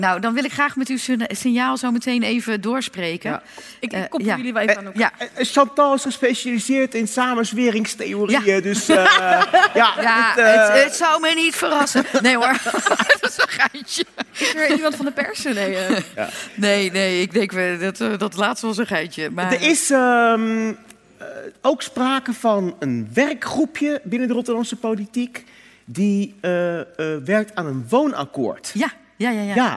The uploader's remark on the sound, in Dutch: De vijftiende aflevering van ROPOPO werd vrijdag 30 september opgenomen in Arminius mét publiek.